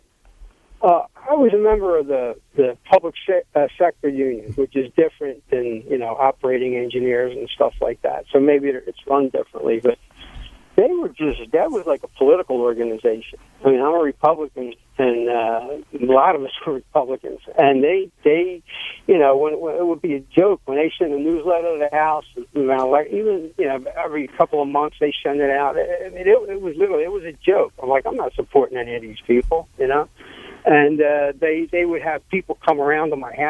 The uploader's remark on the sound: Saturday Night Live With Philly Labor. A special listener call in hour.